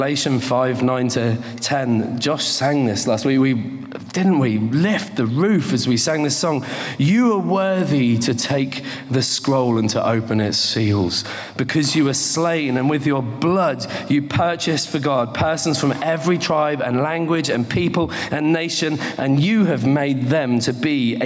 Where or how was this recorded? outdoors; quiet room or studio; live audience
live audience